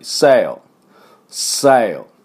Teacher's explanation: L、歯の裏に舌をつけて終わり